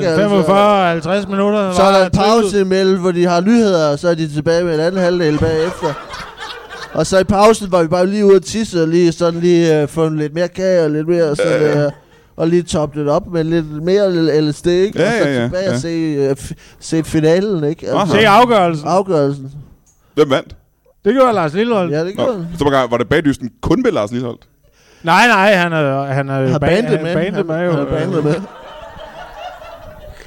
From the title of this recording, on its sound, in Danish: LIVE fra Odense